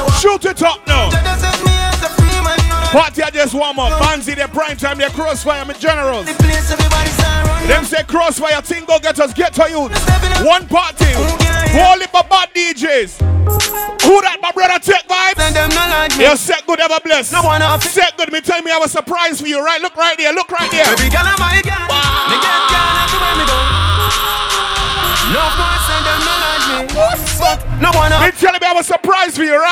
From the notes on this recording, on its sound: Live From FAYAH SUNDAYS